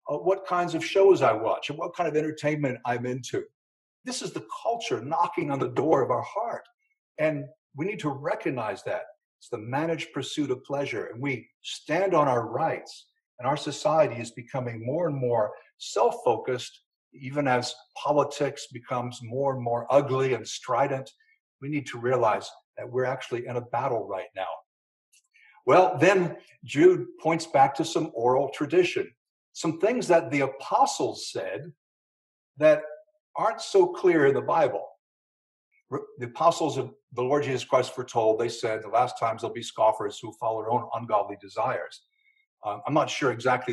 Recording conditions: large echoing room